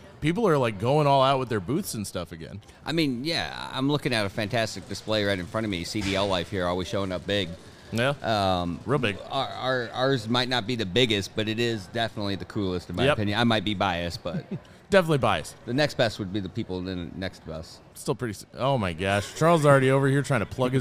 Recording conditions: busy venue